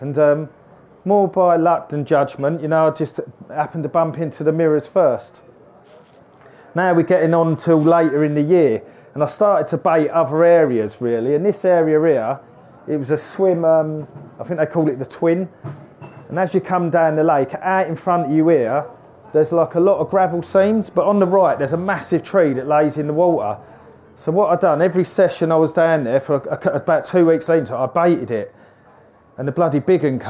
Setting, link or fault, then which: setting, live audience